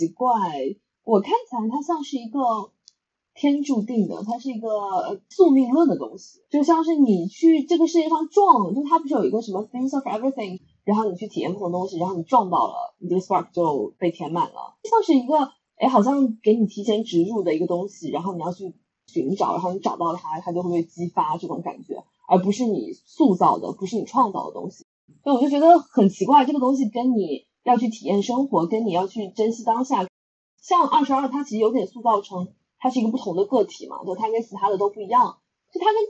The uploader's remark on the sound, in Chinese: 本期为远程连线录制，音质还请多包涵。